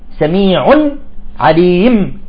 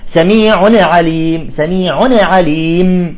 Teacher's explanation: فيجب أن نسوي بين التنوين نون التنوين والميم التي وقفنا عليها · Shown in: first take